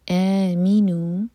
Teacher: آ کی سٹریچ کے بعد می پر زور